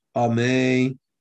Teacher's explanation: it could be ketufa, could be cut short because a person doesn't pronounce the last letter clearly